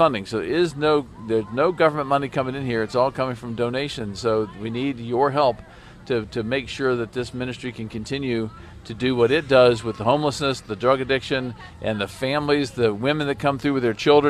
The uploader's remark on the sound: Live at the Miracle Hill Kids Ninja Challenge